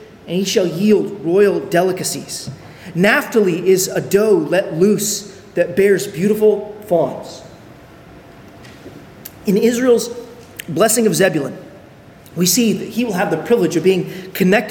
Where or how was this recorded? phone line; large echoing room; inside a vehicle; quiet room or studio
large echoing room